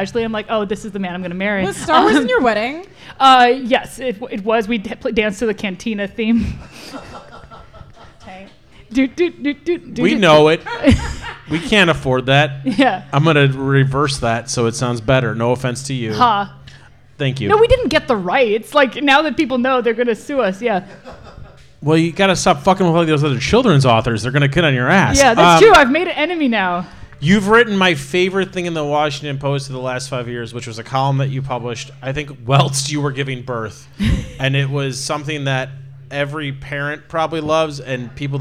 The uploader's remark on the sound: Live at the Looking Glass Lounge